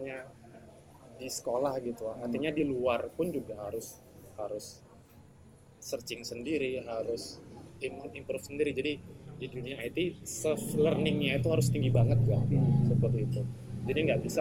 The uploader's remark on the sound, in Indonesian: Mohon maaf untuk materi podcast yang lebih bising dari biasanya, karena proses rekaman yang dilakukan di luar ruangan.